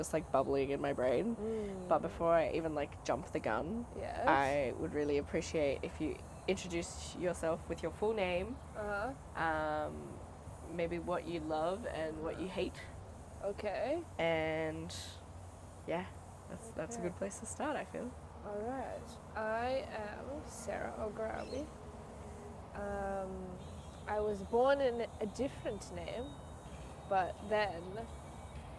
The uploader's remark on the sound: In the Backyard. The cicadas are singing, the sun is shining and the tea is served. We sit outside in communion with each other.